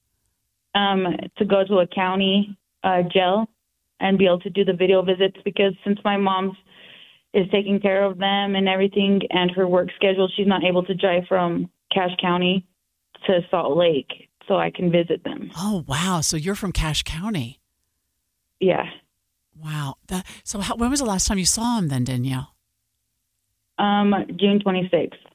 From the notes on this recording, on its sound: This is the raw audio of a phone interview. Serving time on drug charges in the Utah State Prison.